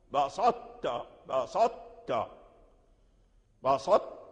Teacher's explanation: وأن الطاء تدغم في التاء ولكن يبقى صوتها، صوت الطاء، صوت الطاء، بسطت بسطت بسط، يعني الطاء يبقى صفة الطاء تبقى، وتدغم ذات الحرف في الحرف، يعني ذات الحرف أي ذات الطاء تدخل في التاء وتبقى صفته القوية، فيكون هذا الإدغام ماله ناقصا، ناقصا. · Term: الإدغام الناقص